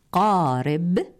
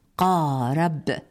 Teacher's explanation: إذن فلنقل أبحرت في قارب بكسر الراء، لا قارب بفتحها · Shown in: first take